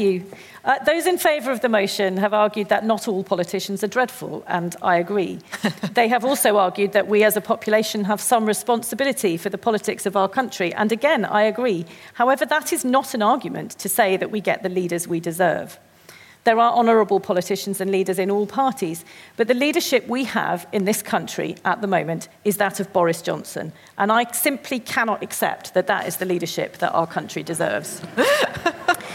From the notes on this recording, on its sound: Recorded live at the Cambridge Literary Festival.